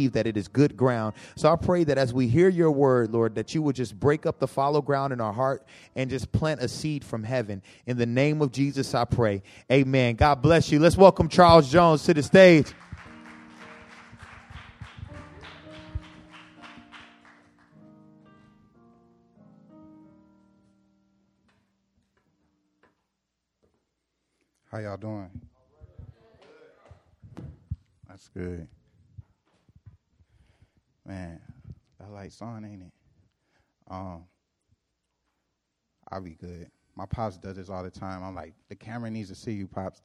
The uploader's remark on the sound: Preached April 5, 2014 at The Living Room Church in Van Nuys, CA.